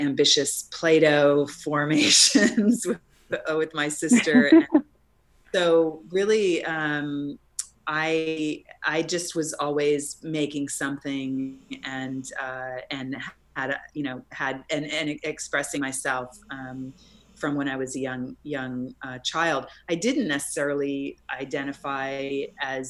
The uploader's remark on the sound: We also had some technical issues related to learning to do this via Zoom.